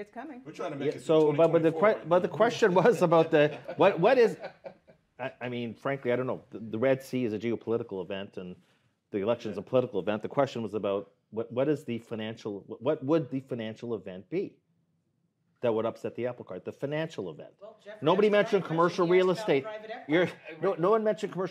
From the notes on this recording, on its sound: DoubleLine's 2024 Round Table Prime was hosted in front of a live audience for the first time. The audience Q&A sparked candid debate.